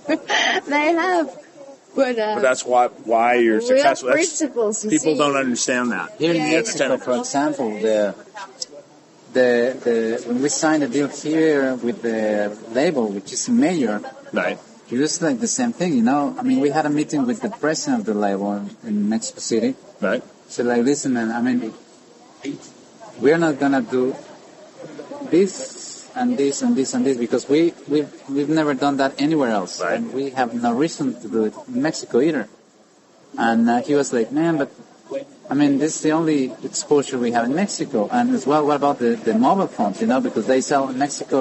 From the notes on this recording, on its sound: Captured the conversation as they shared food and wine overlooking Zihuatanejo Bay, after a day of recording.